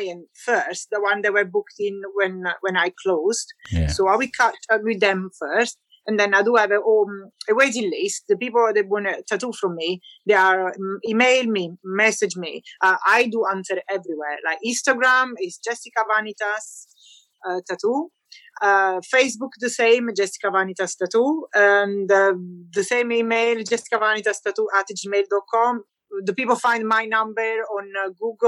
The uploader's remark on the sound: It was troubled audio. I had to work some magic to get it sounding like it does.